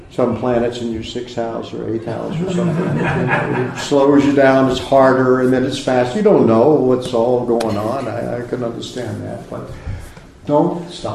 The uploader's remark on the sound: A Sunday Feast lecture at ISKCON of Philadelphia